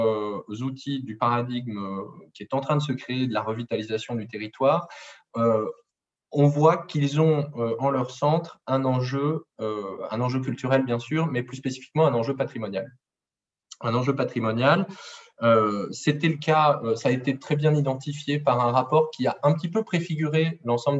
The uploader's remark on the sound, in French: Enregistré sur zoom